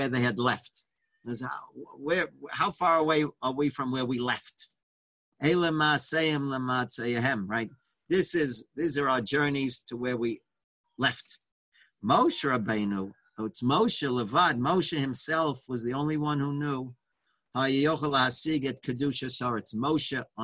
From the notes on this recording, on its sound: Live On Zoom.